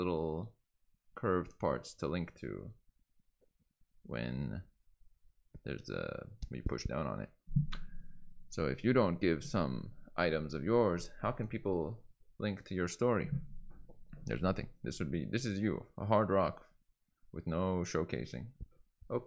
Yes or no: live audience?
no